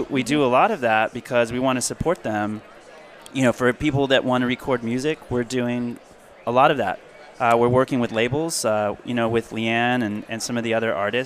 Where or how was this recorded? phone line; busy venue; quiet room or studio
busy venue